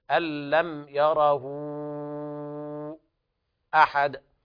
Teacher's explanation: فعند حفص يقرأ بالمد الهاء بمقدار ألفين يعني 4 حركات · Term: مد الصلة الكبرى